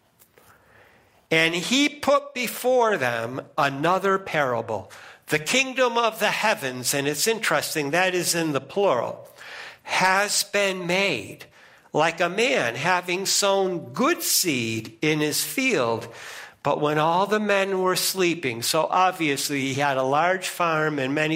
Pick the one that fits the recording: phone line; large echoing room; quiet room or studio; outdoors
large echoing room